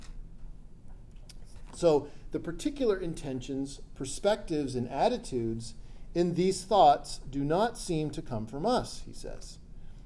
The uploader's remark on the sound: This lecture was given on November 18th, 2023, at University of South Florida.